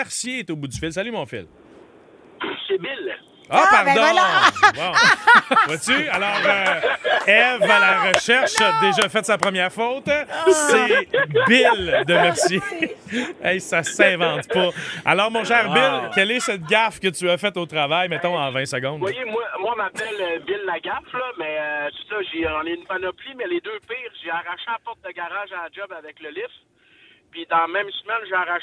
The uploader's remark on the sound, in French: nous appelle en direct!